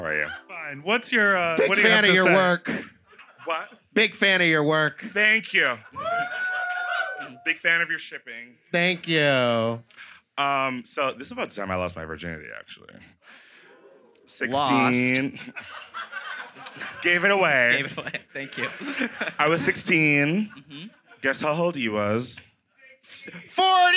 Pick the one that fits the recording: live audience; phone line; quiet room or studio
live audience